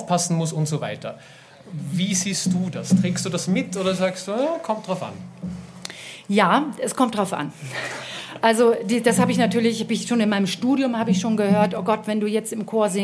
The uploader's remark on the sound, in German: Live vom Vokalfestival Totzenbach